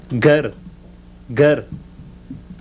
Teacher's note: Now a voiced velar plosive